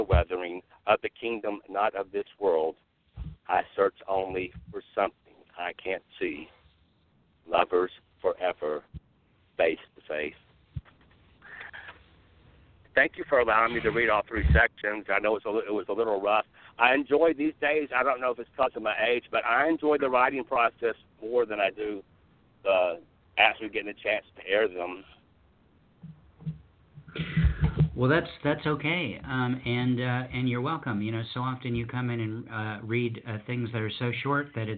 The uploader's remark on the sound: who called in to share poems today